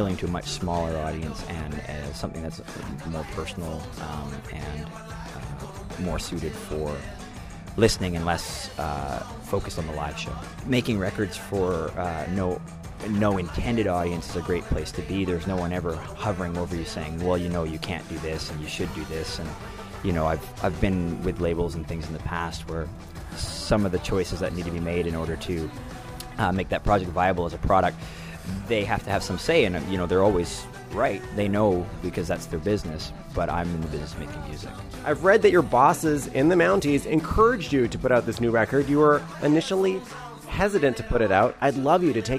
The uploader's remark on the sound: in an alley outside of Vancouver's The Emerald Supper Club